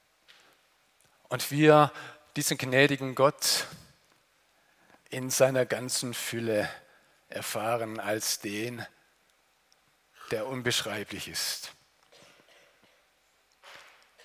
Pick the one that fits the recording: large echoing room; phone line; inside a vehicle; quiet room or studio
large echoing room